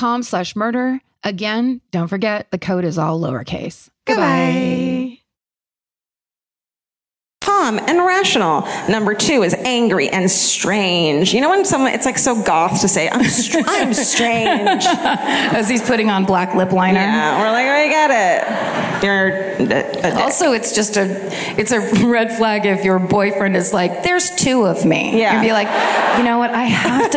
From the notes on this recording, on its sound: This week’s My Favorite Murder comes to you live from the Rams Head Live.